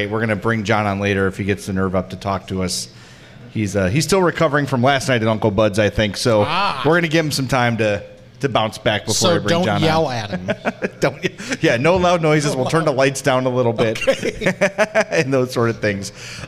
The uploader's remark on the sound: Live from Uncle Bud's